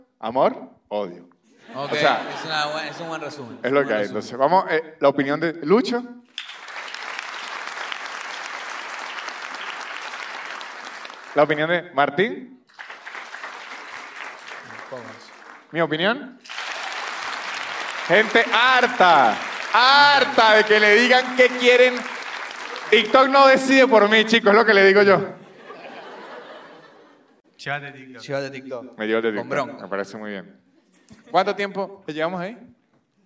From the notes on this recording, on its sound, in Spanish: Un episodio grabado en vivo en el teatro picadero.